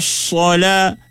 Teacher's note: Desiran pada huruf sad tu dia ada tu. Sebab apa? Sebab dia safir. Dia bersifat sofir. Ada siulan. Siulan ni apabila dia berbaris, dia seolah bunyi dulu.